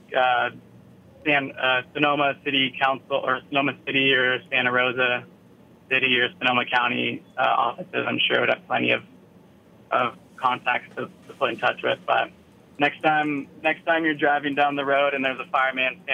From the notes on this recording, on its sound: We are joined on the phone